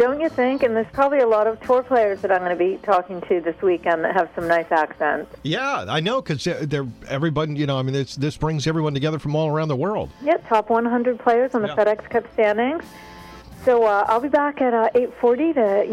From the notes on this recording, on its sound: Calls in from the TPC Boston in Norton site of the 10th annual Deutsche Bank Championship. From the driving range.